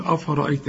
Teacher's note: الراء هي بس المفخمة في هذه الكلمة